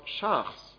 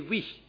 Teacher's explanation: special aspects of Scouse is that syllable final K becomes fricative.